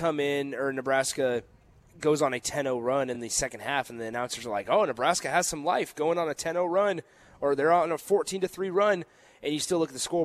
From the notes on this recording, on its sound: Live from the Upside Bar and Lounge